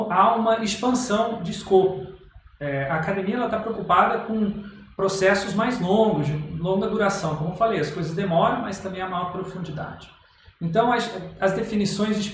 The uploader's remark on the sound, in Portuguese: Esta palestra foi gravada na Semana de Product Design organizada pela Online UX Team. Esta palestra foi gravada na Semana de Product Design organizada pela Online UX Team.